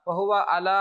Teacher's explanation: ওয়াহুয়া আলা আইনকে হামজা পড়া যাবে না, আইনকে আমরা যেন হামজা না পড়ি।